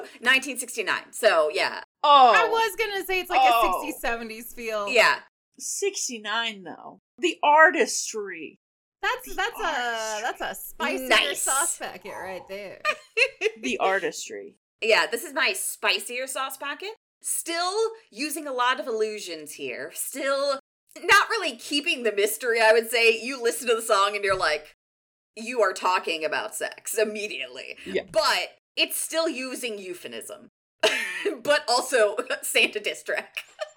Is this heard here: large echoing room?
no